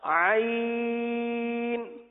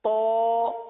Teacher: عین نرمی کے ساتھ ادا ہوتا ہے، طا سختی کے ساتھ ادا ہوتا ہے